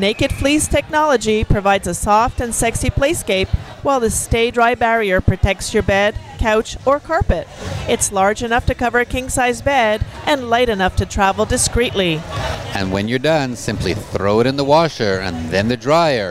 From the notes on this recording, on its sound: Join us on location from Niagara Falls, at the 11th annual Valentines in Niagara Couples Convention, with 600 hedonists, all celebrating Valentine’s Day the lifestyle way...